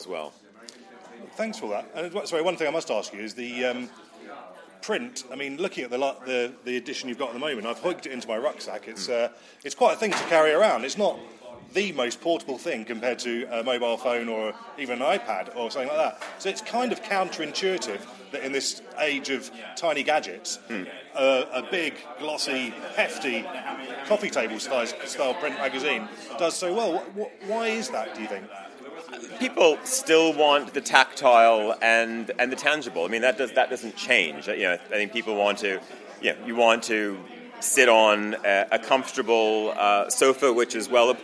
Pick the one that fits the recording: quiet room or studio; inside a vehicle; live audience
live audience